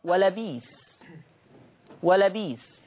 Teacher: قرأ ورش بإبدال الهمز الساكن في لفظي ولا بئس